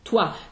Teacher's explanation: W glide to a bright A. So if you have toi, then it's T, W, bright A.